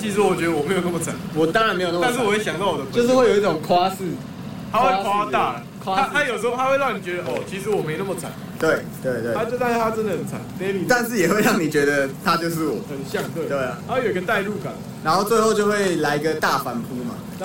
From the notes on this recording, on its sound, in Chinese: 本集使用設備：iphone 12 mini